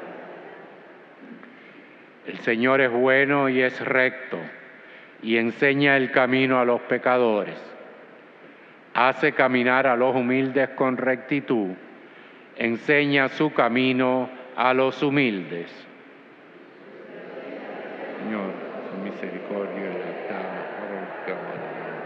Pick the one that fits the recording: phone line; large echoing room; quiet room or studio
large echoing room